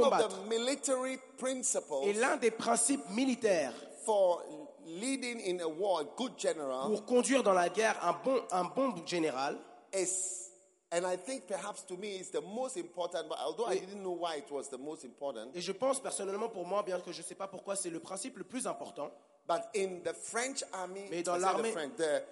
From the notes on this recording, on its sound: Preached at the Give Thyself Wholly pastors' conference in Mampong - Ghana 6th - 9th of Aug 2019